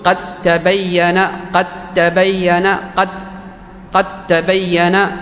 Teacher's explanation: لن تجد أثر للدال · Term: إضغام